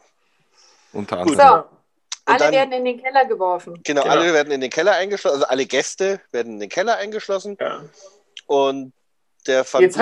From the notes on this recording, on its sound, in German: haben wir dieses mal unser Zoom Meeting aufgenommen